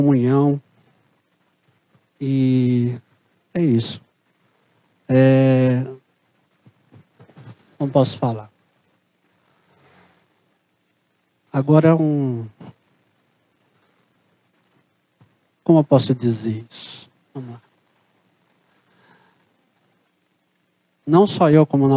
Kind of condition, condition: setting, large echoing room